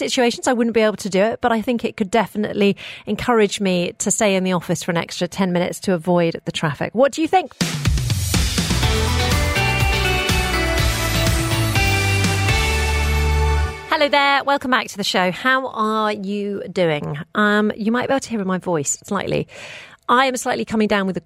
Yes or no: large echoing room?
no